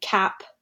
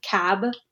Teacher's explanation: P and b are both stops, but p is unvoiced and b is voiced. · Term: voicing